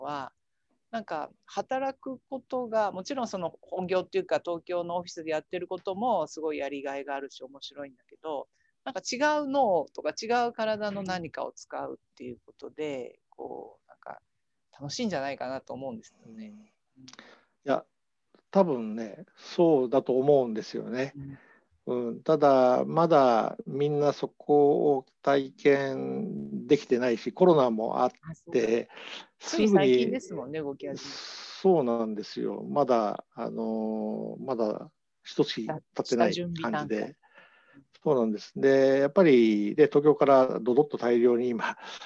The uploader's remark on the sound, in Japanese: 収録場所： オンライン (Zoom)